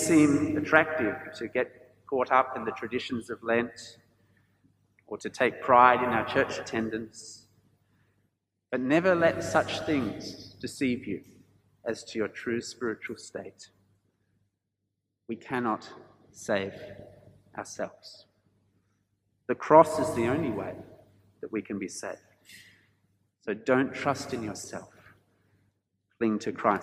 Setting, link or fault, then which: setting, large echoing room